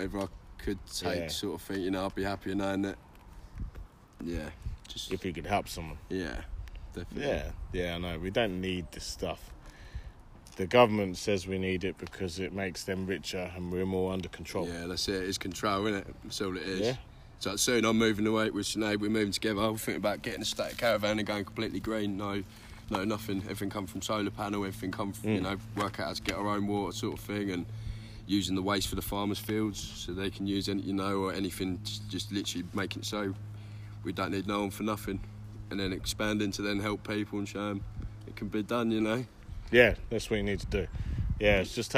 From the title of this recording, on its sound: Walking around Gog Magog hill. Cambridge Uk.